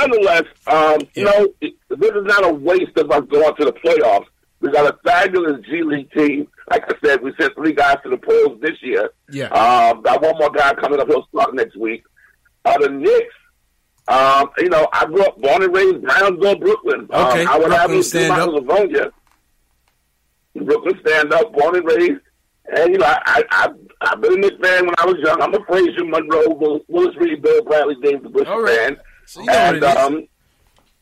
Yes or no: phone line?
yes